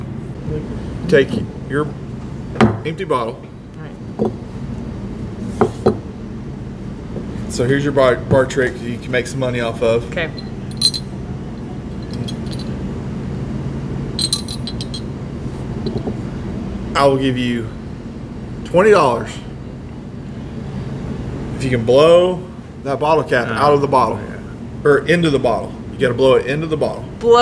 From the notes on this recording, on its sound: This week we are LIVE from Gusano's Pizza